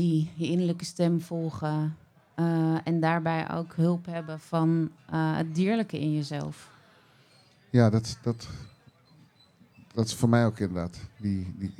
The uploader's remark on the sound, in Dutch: Deze zomer ging ODE AAN DE MAGIE weer live op de Lievelinge. De dromen geduid van gasten op de camping. Ons live publiek werd verrast, ontroerd en geraakt door de duidingen. Productie: One Day Radio & In The Heart Of Change.